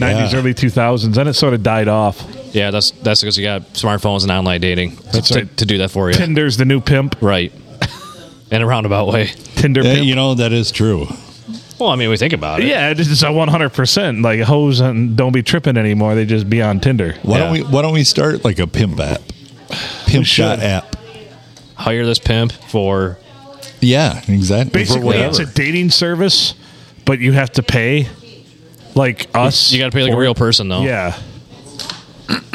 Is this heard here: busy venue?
yes